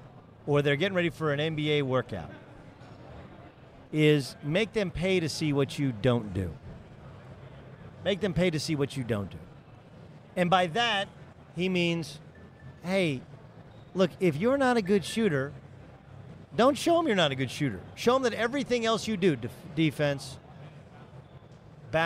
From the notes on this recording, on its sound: Live from San Antonio for the Final Four